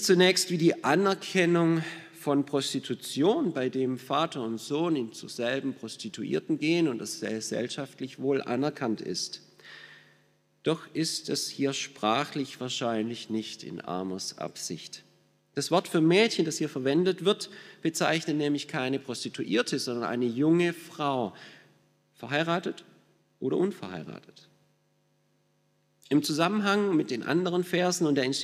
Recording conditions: large echoing room